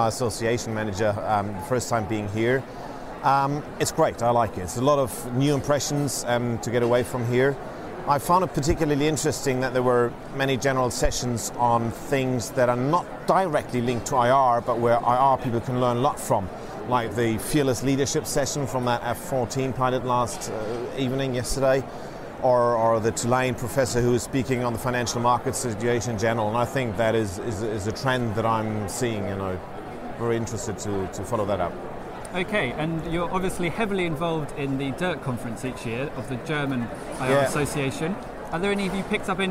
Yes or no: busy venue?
yes